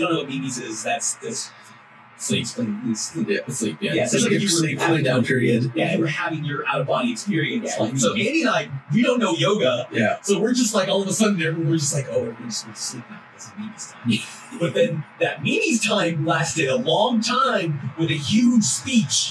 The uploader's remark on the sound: Audio is not up to snuff due to technical issues.